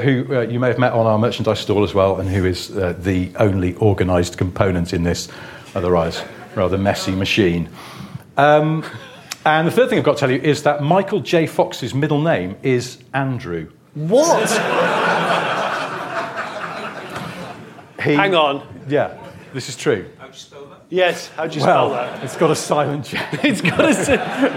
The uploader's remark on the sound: Live from Bristol. A live recording in Bristol. In front of an audience.